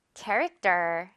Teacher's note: T를 너무나 명확하게 T처럼 발음하기보다는요. character 이렇게 마치 떠처럼 발음이 되면요. 자연스럽죠. character.